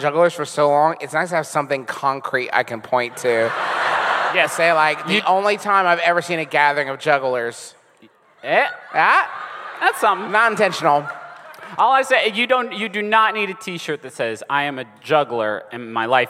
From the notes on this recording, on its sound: Enjoy our recent live show from New Orleans!